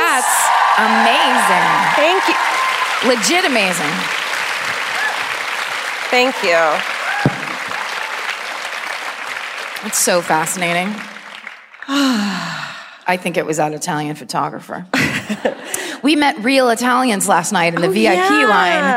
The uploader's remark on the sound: Live at the Folketeatret in Oslo